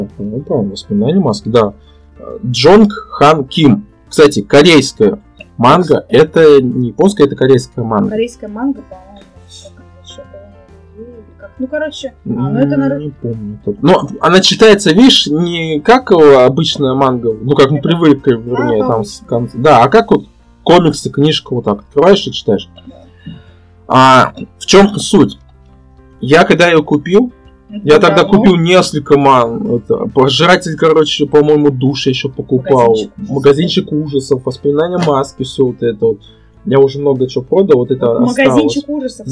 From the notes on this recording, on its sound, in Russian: Друзья, в начале хочу сказать, что немного напортачили со звуком.